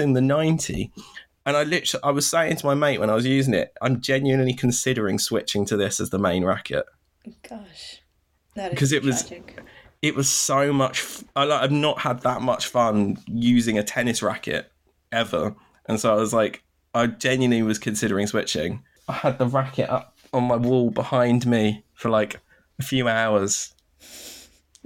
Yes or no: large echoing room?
no